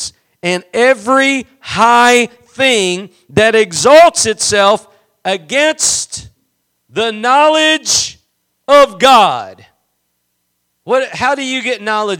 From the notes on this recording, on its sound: Preached at Gospel Lighthouse in Bossier City, La.